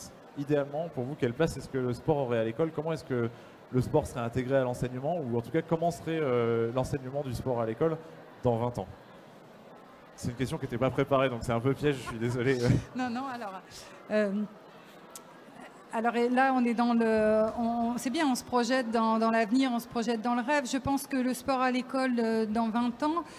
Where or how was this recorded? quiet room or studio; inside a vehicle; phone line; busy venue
busy venue